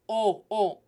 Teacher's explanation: la O es cerrada. It's closed. It's not open. It's not open like how we say open or October.